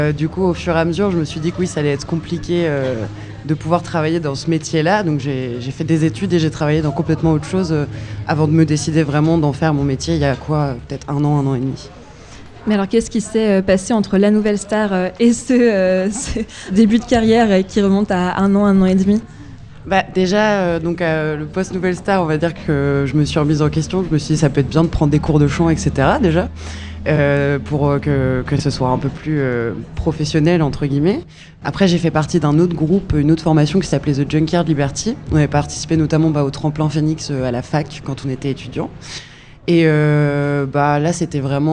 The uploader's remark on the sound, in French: la table ronde réalisée aux Ondées, rendez-vous culturel et musical étudiant